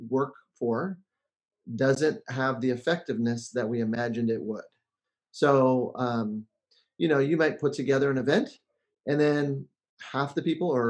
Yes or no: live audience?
no